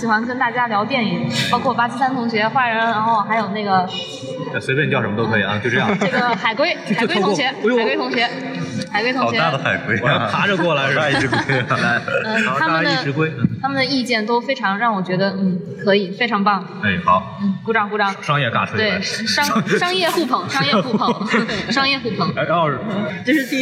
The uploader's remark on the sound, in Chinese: 本节目为影展现场录制，音质草率请注意收听。在平遥电影宫的现场给大家录了一期简单的节目。